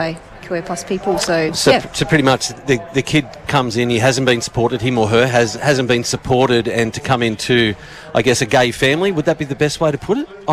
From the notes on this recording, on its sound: One FM at Out in the Open 2023. At a special outside broadcast at the Out in the Open Festival Day 2023 at the Queen's Gardens, Shepparton.